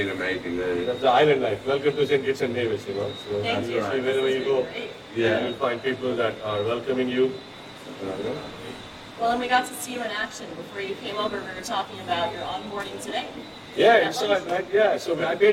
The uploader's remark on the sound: Sound quality was impacted by testing the audio setup before the conference, and also the unexpected background noise